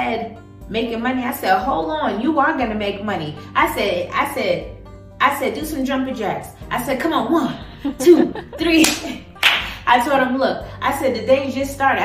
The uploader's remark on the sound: I WILL BE NOT USING MY MIC.